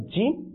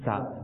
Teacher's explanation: জিম চার আলিফ টানতে হবে, জা এক আলিফ টানতে হবে